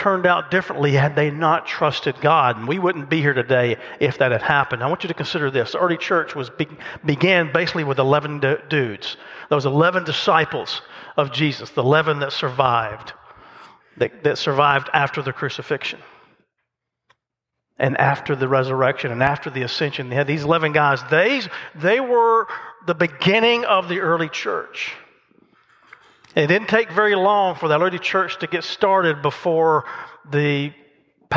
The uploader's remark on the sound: The message recorded live at Covenant.